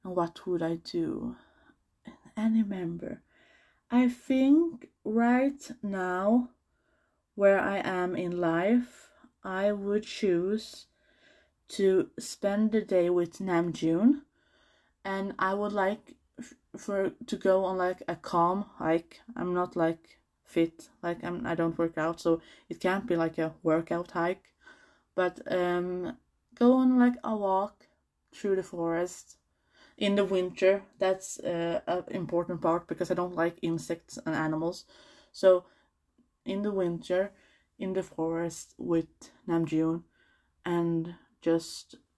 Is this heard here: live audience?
no